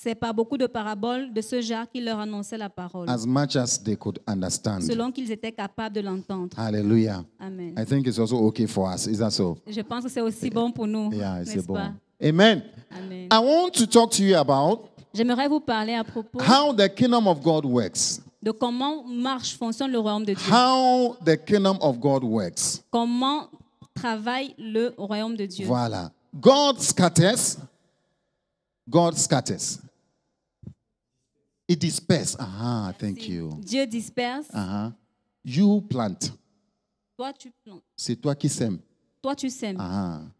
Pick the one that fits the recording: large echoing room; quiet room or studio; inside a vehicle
large echoing room